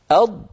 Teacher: التقاء اللحم بالأسنان. يا أخي ما تركت مجالا للضاد حتى تستطيل، فعندما تنطقها عليك أن تقرع في الخلف قليلا، ثم بعد ذلك اللسان يندفع مليمترات بسيطة إلى الأمام، فلما يندفع إلى الأمام كمية الفراغ هذه التي خلف اللسان · Term: استطالة